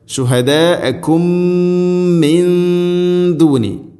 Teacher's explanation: ശുഹദാഅക്കും ശേഷം ശുഹദാഅക്കും മിൻ ദൂനി മീമു സാക്കിനയ്ക്ക് ശേഷം മീമ് ഇദ്ഗാം മുതമാസിലൈൻ മീമിനെ അടുത്ത മീമിലേക്ക് ഇദ്ഗാം ചെയ്ത് അഥവാ കൂട്ടിലയിപ്പിച്ച് മണിച്ചുകൊണ്ട് ഉച്ചരിക്കണം. ഇദ്ഗാം മുതമാസിലൈൻ എന്നാണ് അതിൻ്റെ പേര്.